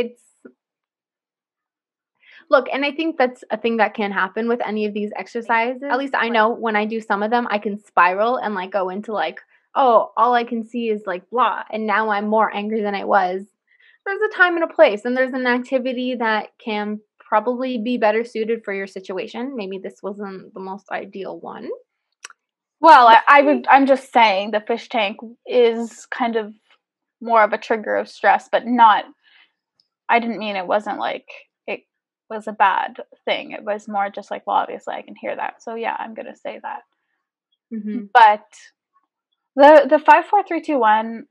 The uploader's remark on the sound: Apologies for sound discrepancies this episode.